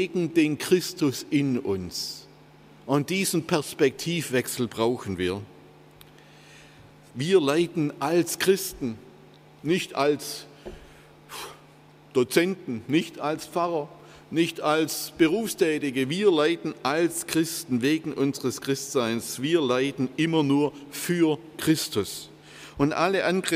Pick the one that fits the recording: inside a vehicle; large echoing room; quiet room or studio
large echoing room